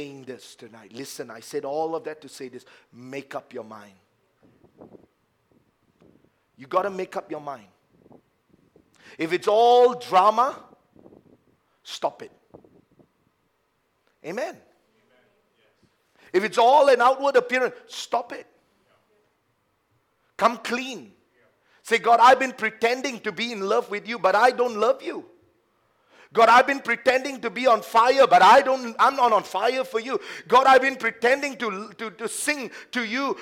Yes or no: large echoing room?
yes